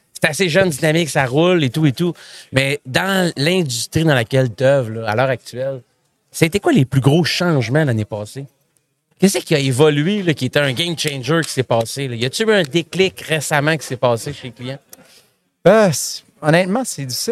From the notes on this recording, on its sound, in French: En direct du Transal Saguenay